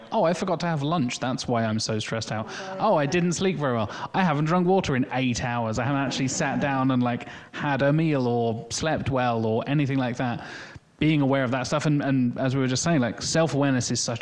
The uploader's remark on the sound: Live recorded during brightonSEO. To do a live podcast the night before brightonSEO. Instead of recording in our bedrooms*, we recorded a podcast in front of a live audience. The audience was part of the show, as they asked questions and shared their own experiences and tips.